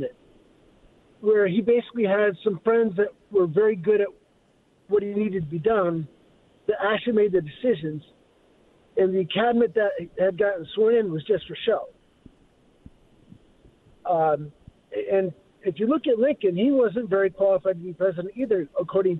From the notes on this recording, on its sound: phone calls